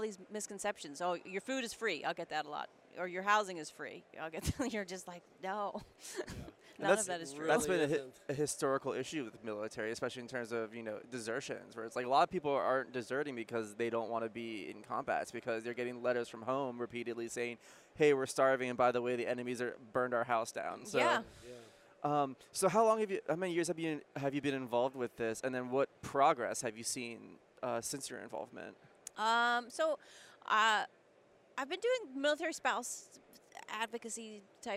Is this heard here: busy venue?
yes